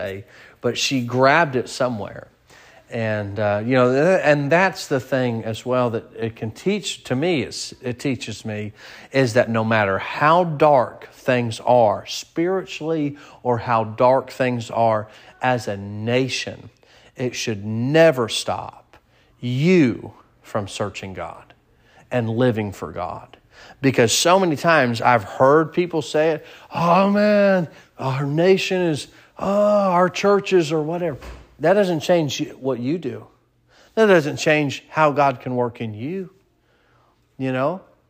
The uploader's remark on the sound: Sermon preached at Mid County Baptist Church